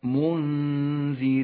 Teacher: حكم الإخفاء في كلمة منذرين تخفى النون الساكنة بحرف الذال مع بقاء غنة للنون من غير تشديد